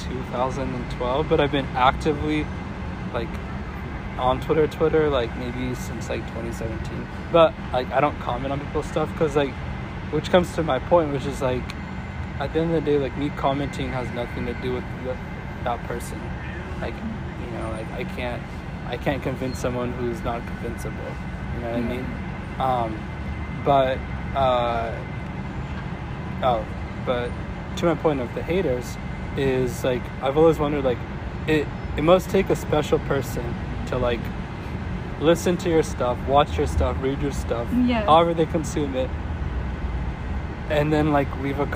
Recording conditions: background noise